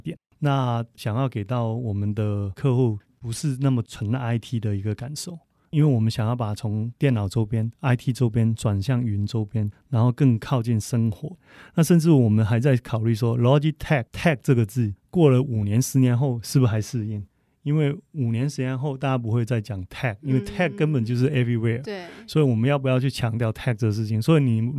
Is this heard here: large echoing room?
no